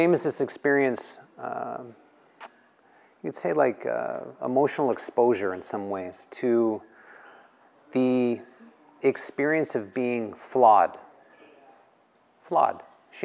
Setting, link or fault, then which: setting, live audience